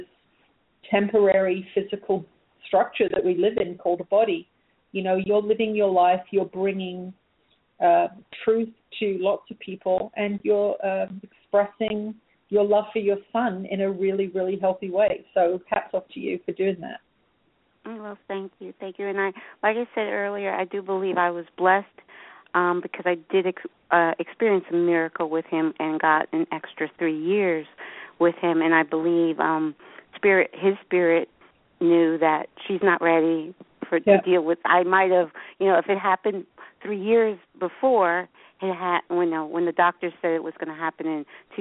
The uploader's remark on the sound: This will be a special 2 hour show giving callers the opportunity to call in with questions.